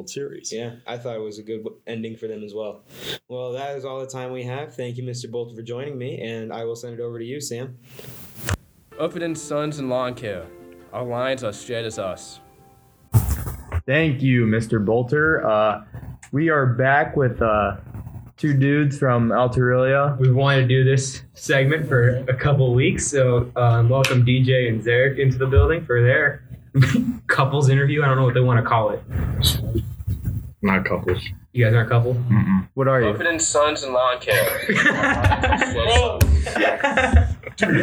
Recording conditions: poor sound quality